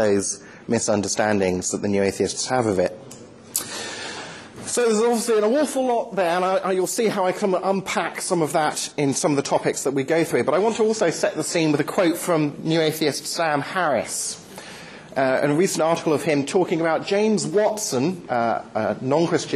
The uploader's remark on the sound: Lecture delivered to the University of York Postgraduate Christian Fellowship.